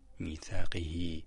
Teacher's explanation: بما أنها متحركة وواقع بين متحركين فتمد الحركة فيها، وهنا الحركة فيها الكسرة فتمد فتكون في الصوت ياء · Term: مد الصلة